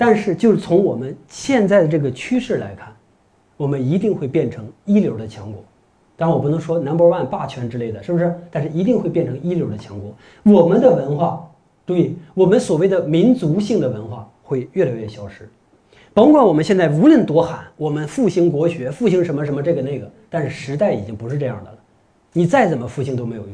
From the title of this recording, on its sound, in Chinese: 讲座录音